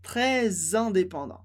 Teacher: Então, très, normalmente a gente não pronuncia o S, mas em très indépendant a gente pronuncia esse S com som de Z · Term: liaison